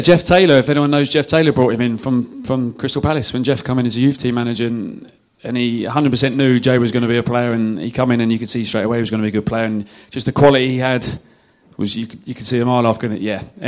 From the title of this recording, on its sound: at the Beesotted December Bees-Up In Fullers' Brewery